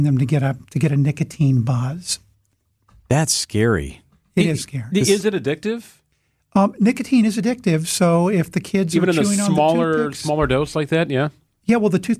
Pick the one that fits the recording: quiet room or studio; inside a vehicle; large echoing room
quiet room or studio